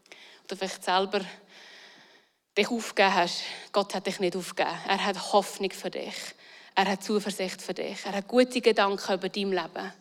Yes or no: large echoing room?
yes